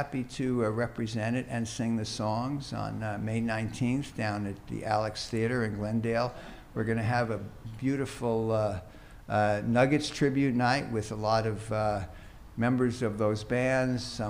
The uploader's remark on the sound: This is the recording of the live Q&A